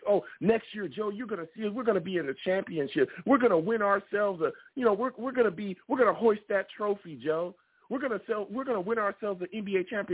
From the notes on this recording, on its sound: I take live callers!